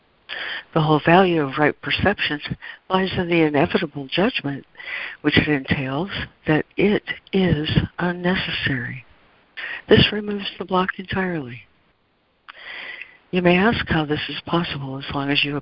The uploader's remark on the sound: ACIM Daily Conference Call